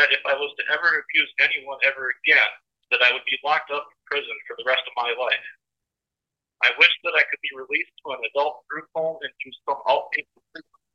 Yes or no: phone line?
yes